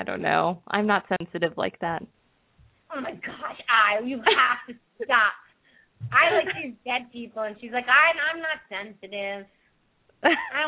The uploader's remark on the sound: open up the lines for listeners to call